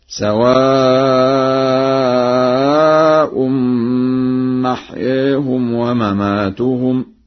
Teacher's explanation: قرأ ورش برفع الهمزة